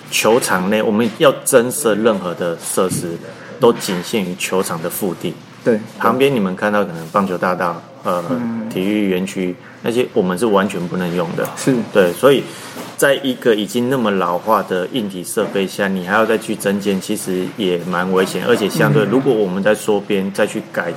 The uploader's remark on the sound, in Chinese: 本集錄音於球場，全程使用錄音設備較精簡，音質不佳請見諒。特別南下到獅隊春訓基地。